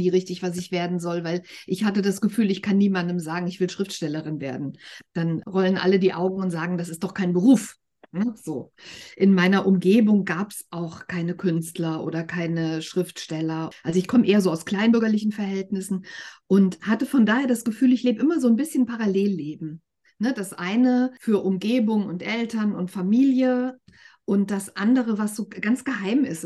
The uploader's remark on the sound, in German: Der Ton ist manchmal etwas wackelig, weil dieses Gespräch im Zoom-Meeting statt gefunden hat. Es ist aber immer alles gut zu verstehen.